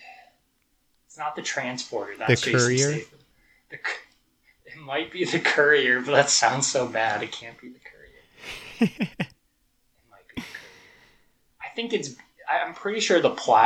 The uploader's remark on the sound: Apologies for the audio quality; still working through some new recording methods.